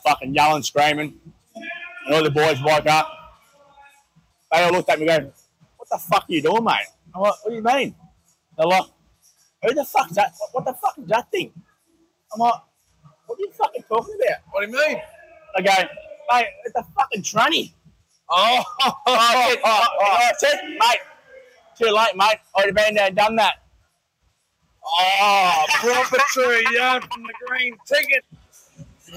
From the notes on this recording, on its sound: Mad Monday recorded around the pool at Gilligan's Cairns!